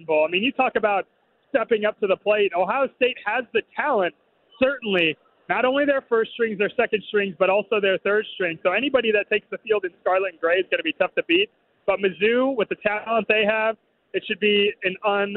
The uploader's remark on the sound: LIVE from AT&T Stadium